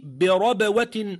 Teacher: فالباء واضحة في الوسط ولكنها مقلقلة